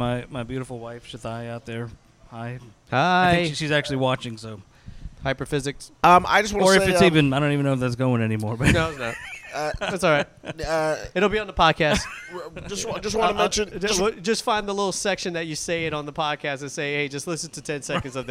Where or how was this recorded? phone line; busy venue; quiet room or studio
busy venue